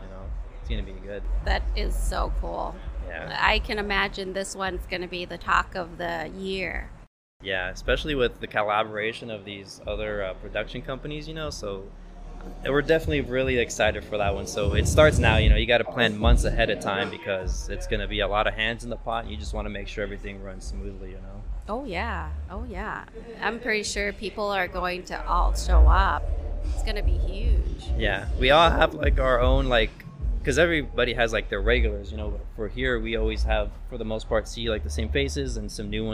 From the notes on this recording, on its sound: We recorded this episode at Jackpot Bar & Grill in the heart of Las Vegas